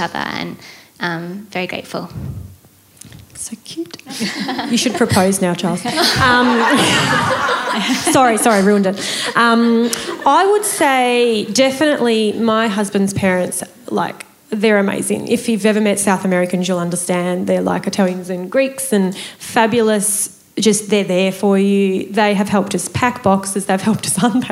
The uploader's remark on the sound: Live Panel Discussion for Small Business Festival. This special edition was recorded live at Donkey Wheel House in Melbourne. In front of a live audience of 50 women as part of the women in business week of the Victorian Small Business Festival. This is the full recording of the whole evening.